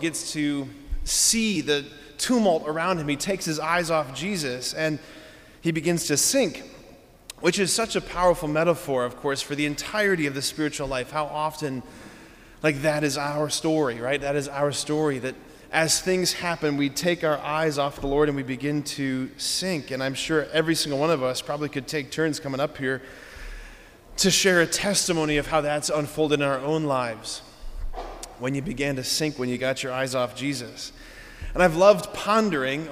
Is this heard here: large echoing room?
yes